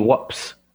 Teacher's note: So that the s and the p sound swapped around.